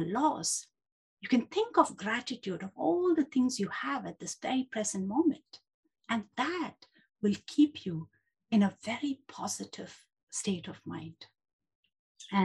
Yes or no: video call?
yes